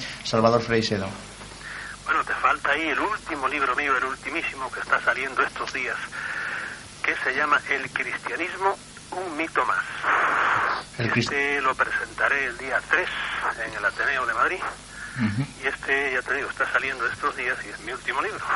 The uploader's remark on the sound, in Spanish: Charla y mesa redonda sobre el tiempo desde la fisica. Charla telefonica.